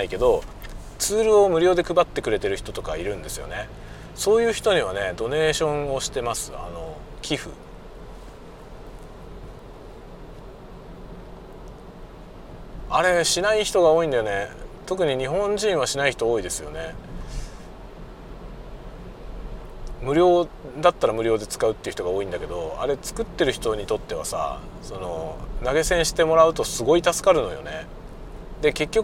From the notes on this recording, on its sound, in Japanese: ドライブ雑談 講演の帰り道。運転しながら雑談。出先の学校から自宅へのドライブ。